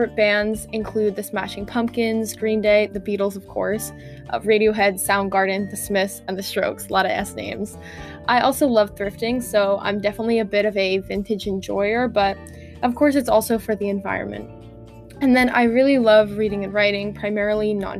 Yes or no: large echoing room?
no